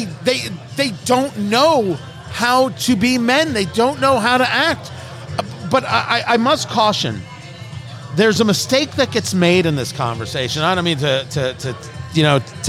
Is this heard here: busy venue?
yes